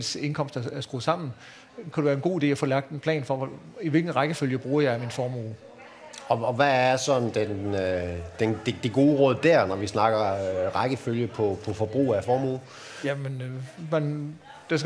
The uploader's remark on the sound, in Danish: Undervejs besvarer boligøkonomen også på spørgsmål fra publikum. Udsendelsen er optaget under Aarhus Festuge, hvor Jyske Bank LIVE havde indrettet åbent tv-studie på Strøget, Søndergade 5.